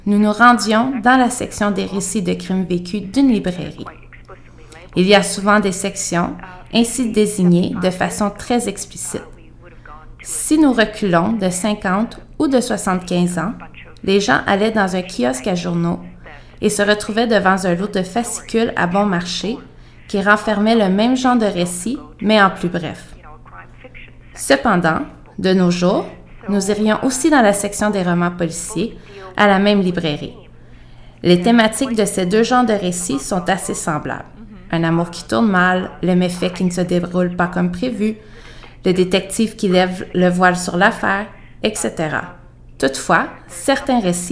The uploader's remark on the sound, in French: Par téléphone depuis l’Australie.